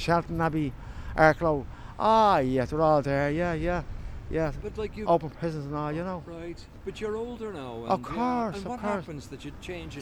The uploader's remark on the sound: chats to people outside a Social Welfare office on Bishop Street in Dublin City Centre